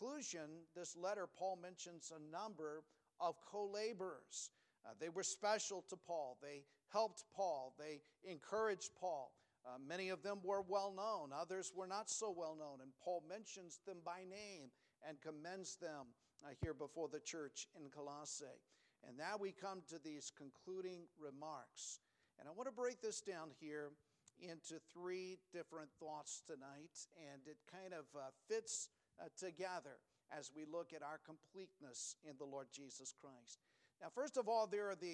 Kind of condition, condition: setting, large echoing room